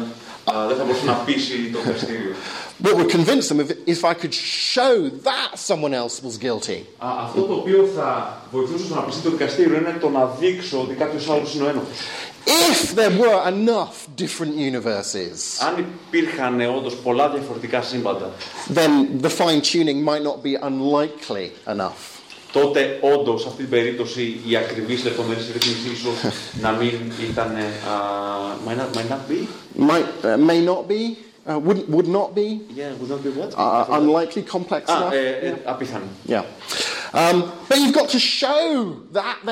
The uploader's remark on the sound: Lecture delivered with Greek translation in Athens' anarchist quarter.